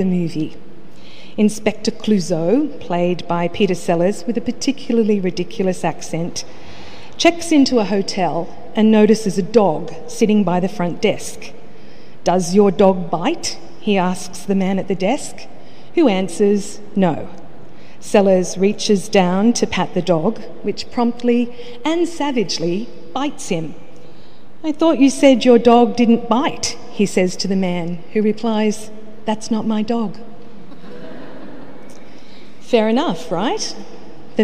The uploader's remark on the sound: The homily from Sacred Heart Cathedral, Hamilton